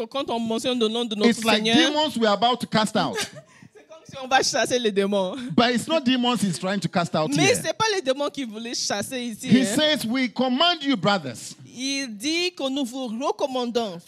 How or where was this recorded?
large echoing room